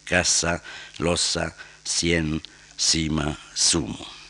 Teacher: el español atlántico iguala esas parejas · Term: seseo